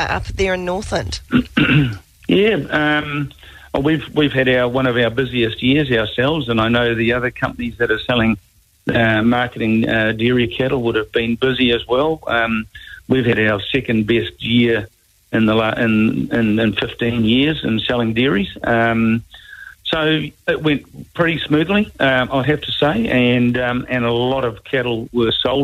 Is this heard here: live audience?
no